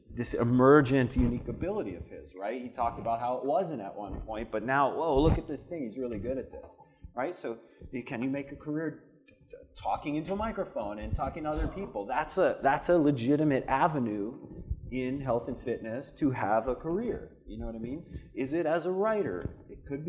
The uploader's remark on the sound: This podcast was recorded during my my fireside conversation. At the Vigor Ground Fitness and Business Summit.